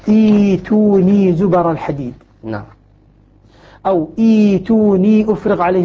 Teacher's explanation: عند شعبة مثلا أو عند شعبة وحمزة في الثانية تبدل الهمزة تبدل الهمزة الساكنة ياء